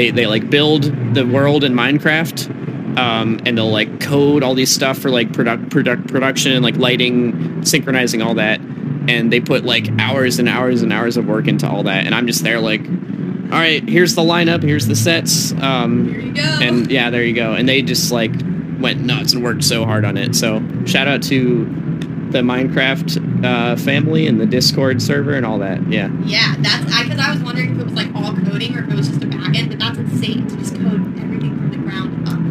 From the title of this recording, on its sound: Live from Forbidden Kingdom